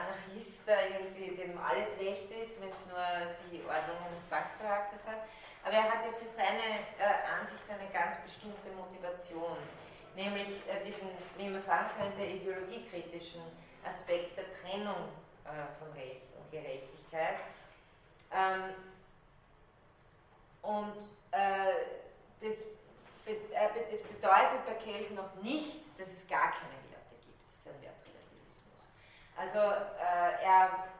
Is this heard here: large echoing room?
yes